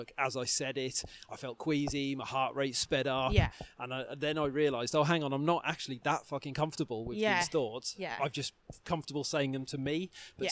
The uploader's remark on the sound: We recorded this in person whilst walking around the forestry at Pembrey Country Park and it was an incredible experience!